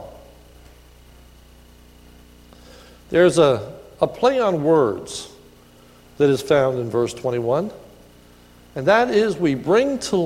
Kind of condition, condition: setting, large echoing room